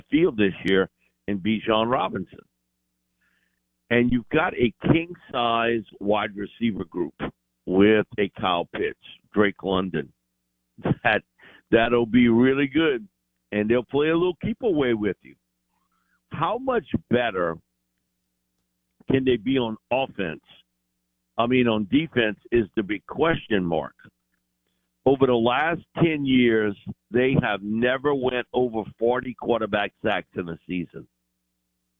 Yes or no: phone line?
yes